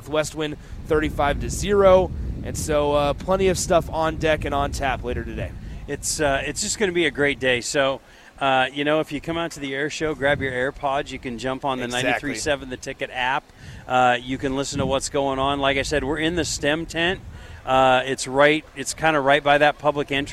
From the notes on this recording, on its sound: LIVE from Lincoln Airshow